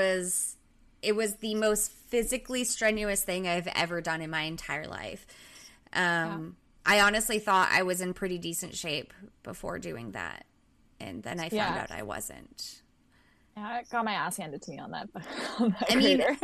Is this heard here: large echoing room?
no